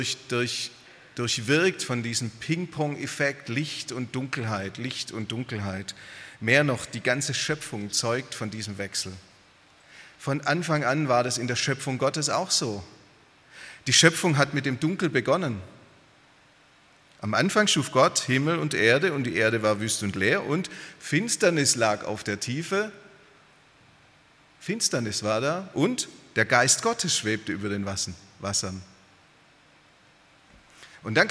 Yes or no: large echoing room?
yes